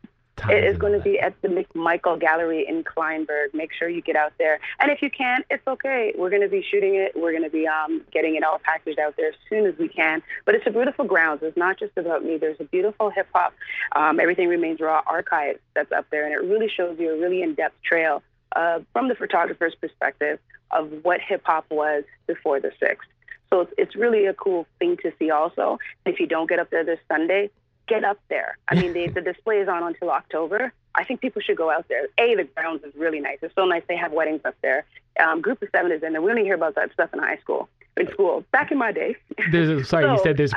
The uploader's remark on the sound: called into our radio show